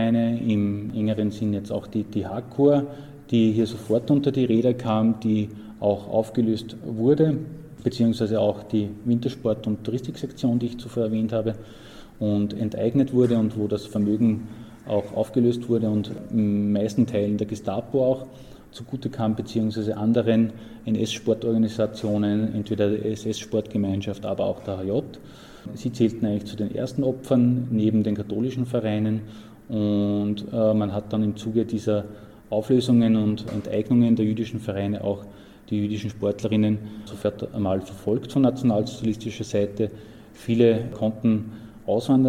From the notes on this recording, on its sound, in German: Der Vortragsmitschnitt musste von mir für die Wiedergabe gekürzt werden